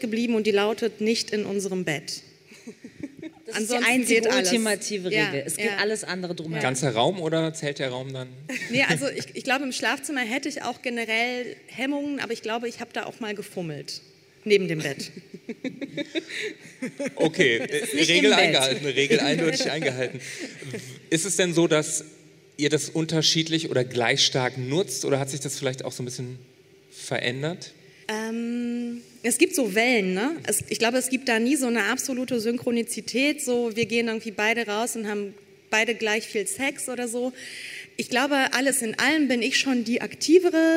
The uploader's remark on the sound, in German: Beim Podcastfestival in Hamburg.